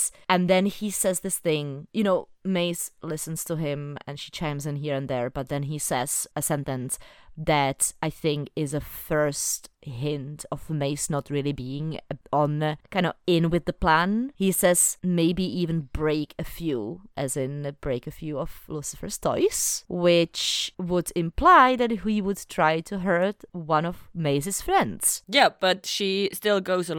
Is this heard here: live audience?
no